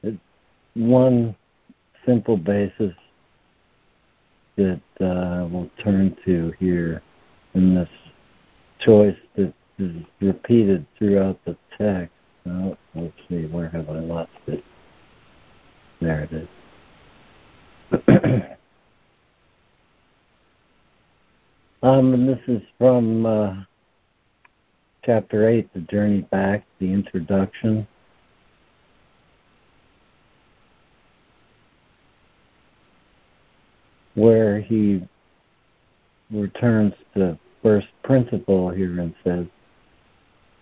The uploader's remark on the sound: ACIM Daily Conference Call